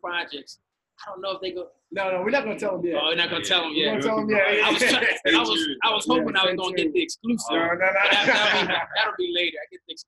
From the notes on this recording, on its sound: LIVE from Chicago at the 2019 ADEA GoDental Recruitment Event where over 60 Dental Schools gave talks and information to prospective applicants. Over 700 #PreDental students attended.